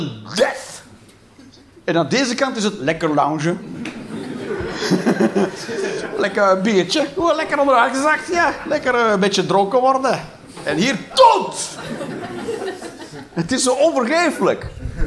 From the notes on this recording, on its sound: Live 11 Juni 2023, Toomler, Amsterdam